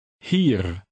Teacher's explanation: A final R in Dutch is very slightly trilled.